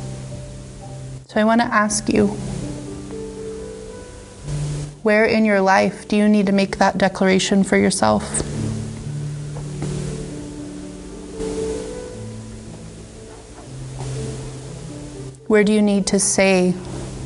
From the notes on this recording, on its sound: The audio is not the best as you can hear the instrumental music in the background here and there throughout. This teaching is from our Monday evening Bible Study Meeting.